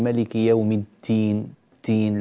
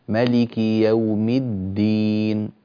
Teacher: أعطي الدال قدرها من الصوت، لا تخرجي مع الدال هواء · Shown in: second take · لا تقولي ملك يوم الدين تين، لا، ملك يوم الدين.